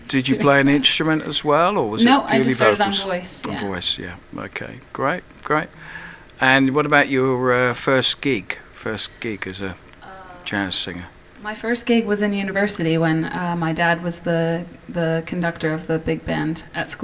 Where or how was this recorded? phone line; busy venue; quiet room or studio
busy venue